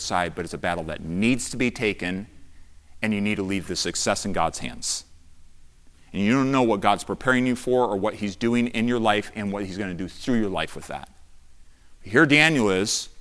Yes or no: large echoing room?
yes